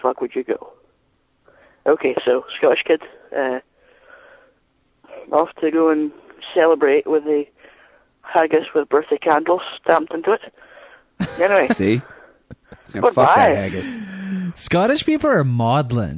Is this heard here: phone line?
yes